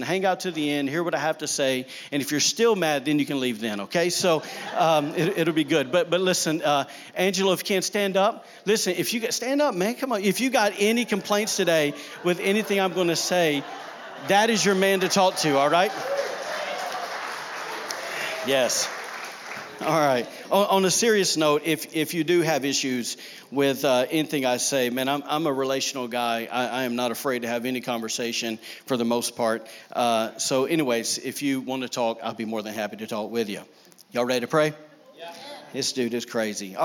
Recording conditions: large echoing room